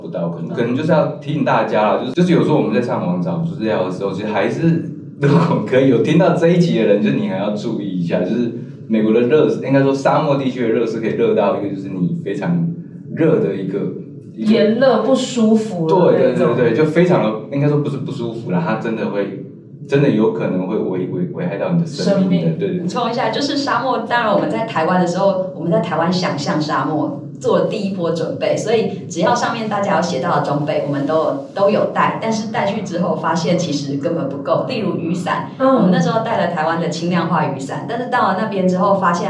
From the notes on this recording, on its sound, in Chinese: 收音見諒。小編還跟新設備不熟悉，有些許收音問題，煩請見諒。